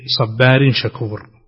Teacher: تنوين أتى بعده حرف الشين والشين من حروف الإخفاء